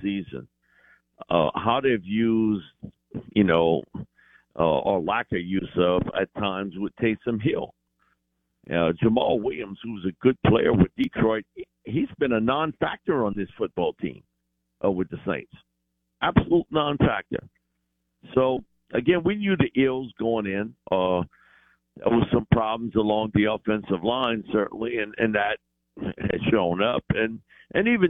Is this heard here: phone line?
yes